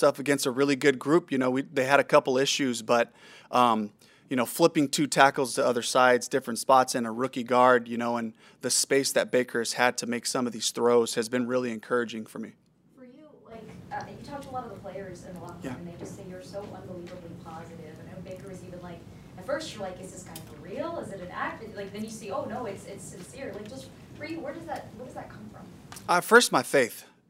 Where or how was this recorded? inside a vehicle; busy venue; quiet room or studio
busy venue